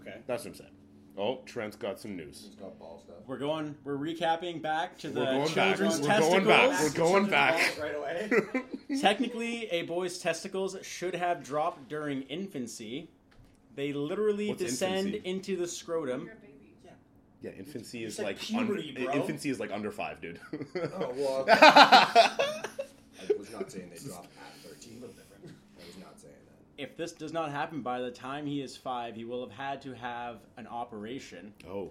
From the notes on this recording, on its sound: Sorry for the yelling, we recorded this while watching the prelims for UFC 244 and got pretty excited.